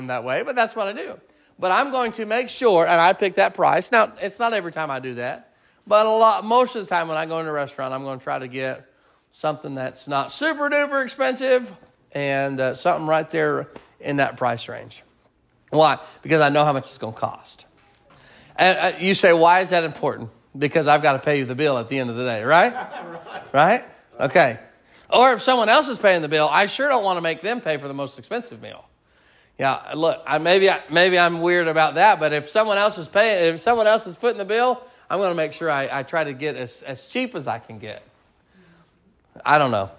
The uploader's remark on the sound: Sermon preached at Mid County Baptist Church